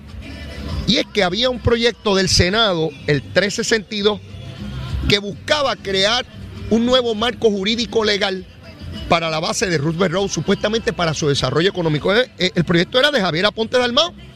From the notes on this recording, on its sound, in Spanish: 93.7 Z 93 Puerto Rico. En directo desde el Coca Cola Music Hall a beneficio de los pacientes del hospital pediátrico de PR.